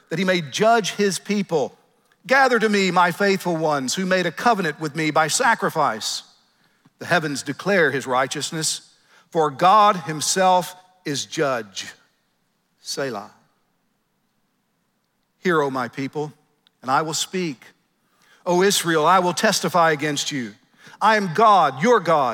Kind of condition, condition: setting, live audience